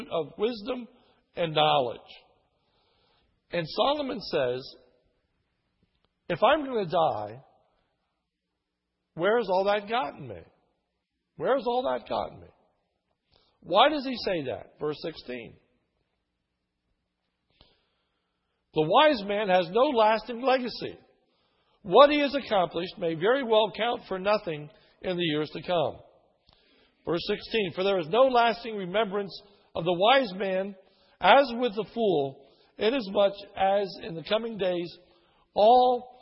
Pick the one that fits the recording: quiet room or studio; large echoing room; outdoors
large echoing room